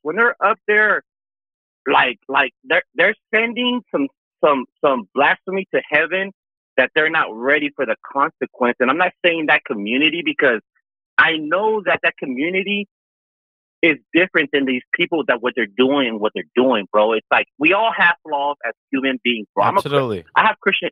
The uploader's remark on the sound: We take your phone calls for an open discussion about the topic.